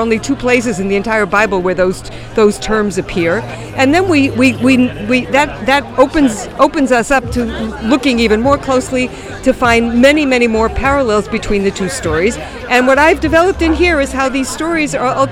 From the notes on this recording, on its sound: LIVE from Shavua HaSefer in Jerusalem.